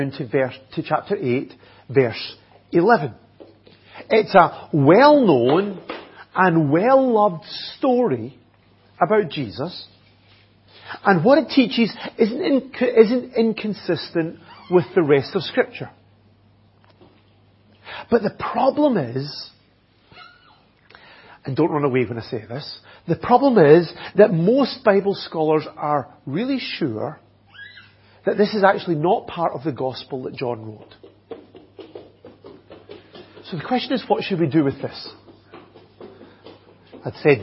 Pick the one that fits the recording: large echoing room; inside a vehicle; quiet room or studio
large echoing room